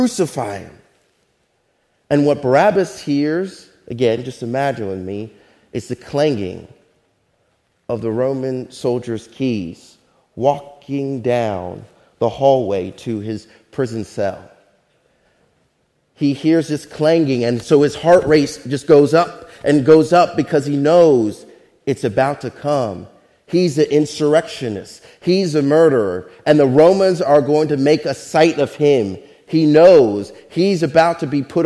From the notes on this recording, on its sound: Faith Baptist Church in Hamilton, NJ.